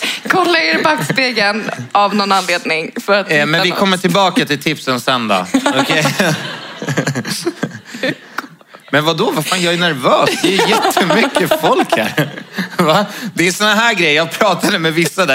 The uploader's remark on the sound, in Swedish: Livepodd! I veckans avsnitt får vi höra allt som sades under livepodden i söndags. Svarar på frågor från publiken. Välkomnar dem upp på scenen.